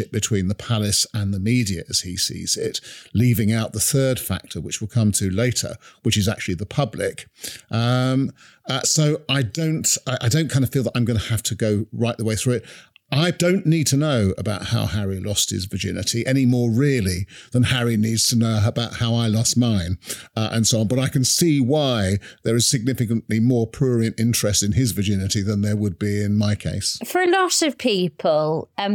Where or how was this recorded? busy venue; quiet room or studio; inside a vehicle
quiet room or studio